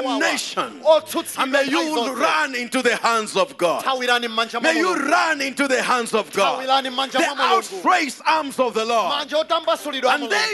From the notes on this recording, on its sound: Preached at the Great Escape Sunday at Word Alive Blantyre City Church on 26th February 2023